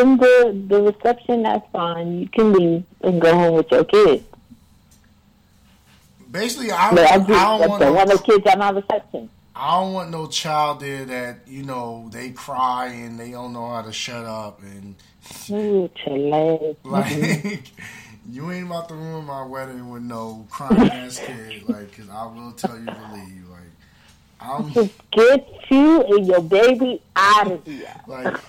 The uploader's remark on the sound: via phone